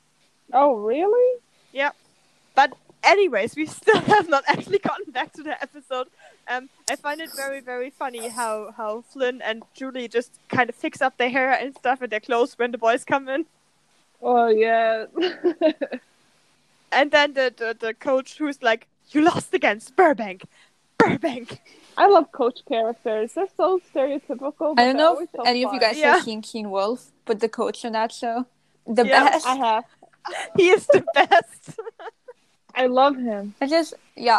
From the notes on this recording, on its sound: while fighting against bad Wi-Fi connections.